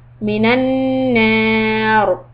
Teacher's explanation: Now, مِنَ النَّارِ، ra is a kasra, that is soft. But when you stop and you put a sukoon on the ra, then it becomes heavy because now we have to look back and see that there is a fatha on the noon.